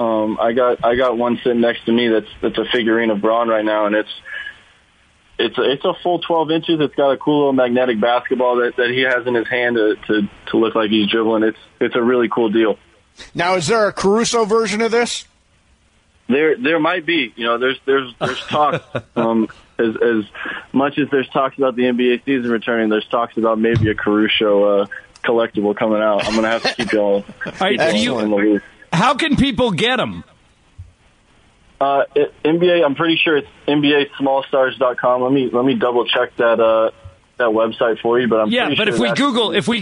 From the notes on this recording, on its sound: called in to the Mason and Ireland show